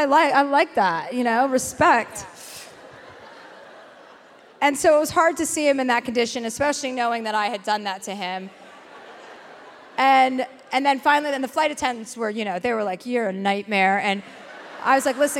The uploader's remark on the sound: live in Dallas